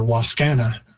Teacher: we've got a very English stress pattern on it, putting it on the second syllable